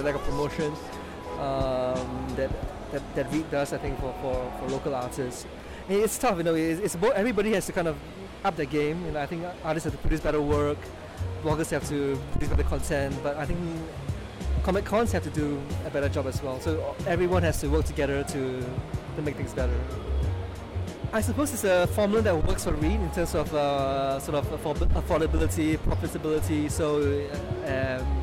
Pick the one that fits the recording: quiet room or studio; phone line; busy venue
busy venue